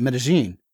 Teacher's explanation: the double L is a J instead of a Y, and they really kind of slur their syllables together. So to them, the name of the town is, as I'm saying it, Medellin, actually Medellin.